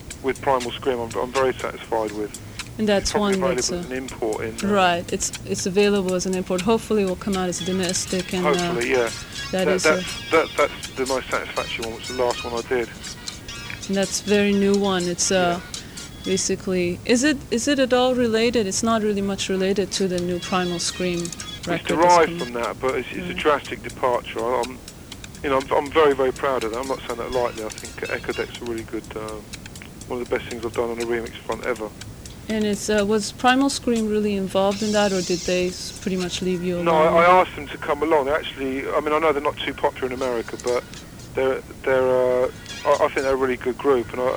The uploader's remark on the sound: Phone interview. KPFA.